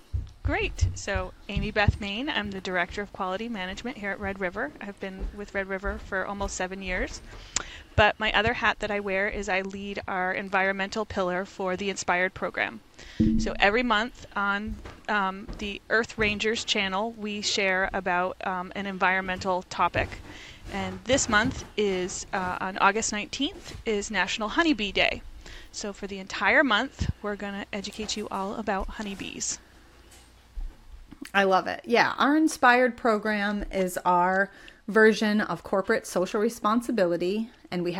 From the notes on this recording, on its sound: live from her beehives